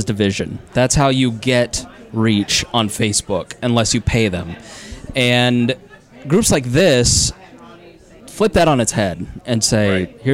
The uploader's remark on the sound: Recorded live on location at the Brownsburg American Legion, featuring A Night Of Comedy to benefit the Brownsburg Older Adult Alliance.